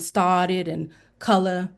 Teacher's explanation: You'll hear the non-rhotic pronunciation, started and color.